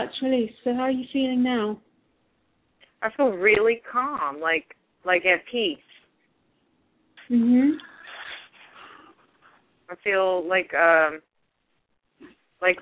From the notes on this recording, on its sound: Takes your calls for healing live today!